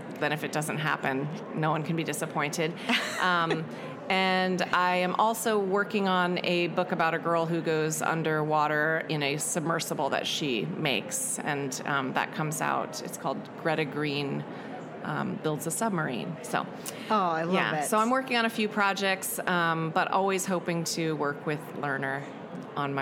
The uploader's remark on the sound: Live from the 25 ALA Interview